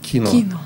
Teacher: только в кино ударение на и.